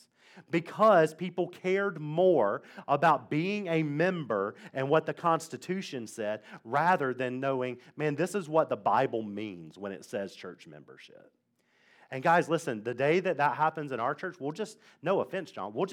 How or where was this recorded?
large echoing room